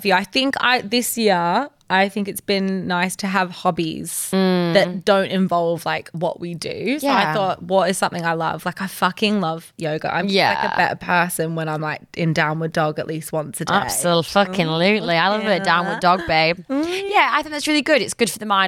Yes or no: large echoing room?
no